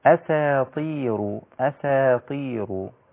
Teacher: أولا هذه نون ساكنة وليست مشددة، إن هذا إلا أساطير، والسين رقيقة والطاء في أدنى مراتب التفخيم عشان هي مكسورة